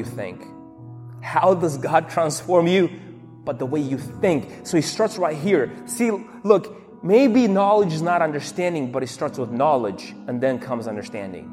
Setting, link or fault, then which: setting, large echoing room